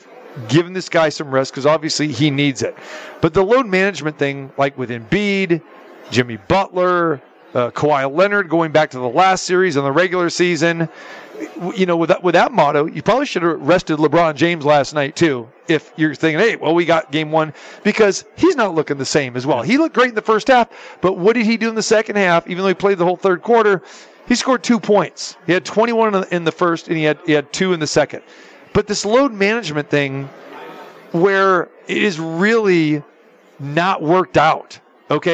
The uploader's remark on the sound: Live From the Super Book at the Westgate Las Vegas